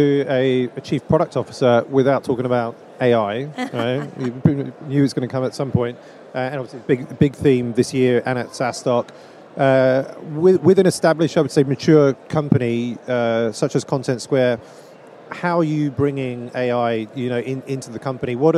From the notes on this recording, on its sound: joined live from the #SaaStock2023 Podcast Stage